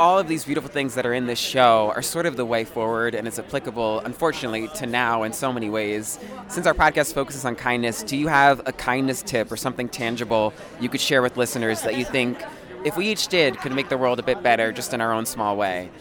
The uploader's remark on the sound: live from opening night of Harmony on Broadway